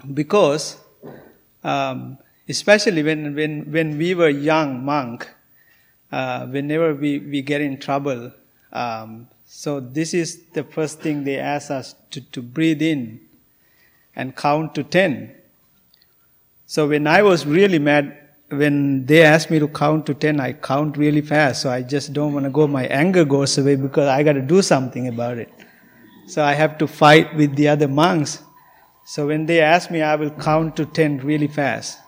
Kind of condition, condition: setting, large echoing room